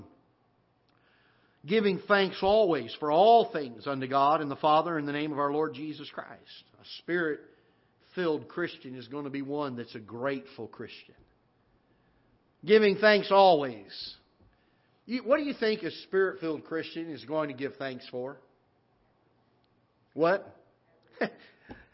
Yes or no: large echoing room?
yes